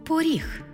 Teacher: Звук «о» наближається до звуку «у»